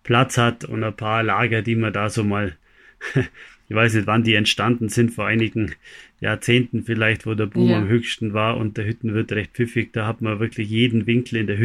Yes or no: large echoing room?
no